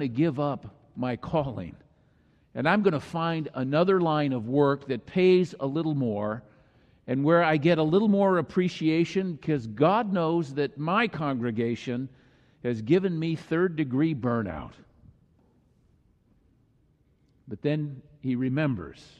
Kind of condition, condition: setting, large echoing room